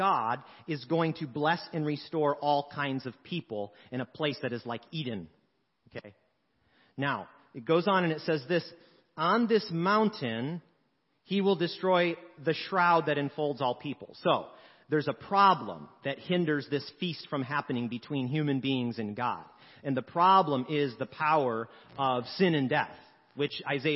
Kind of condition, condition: setting, large echoing room